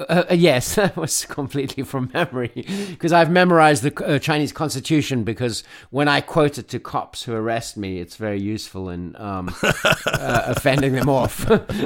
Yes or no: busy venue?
no